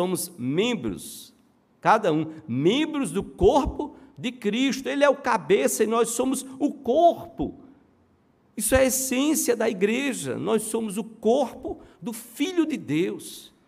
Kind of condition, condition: setting, large echoing room